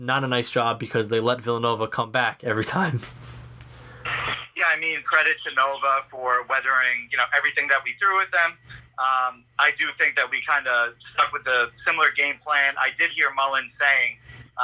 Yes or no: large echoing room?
no